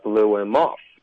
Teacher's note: 重音要在 off 上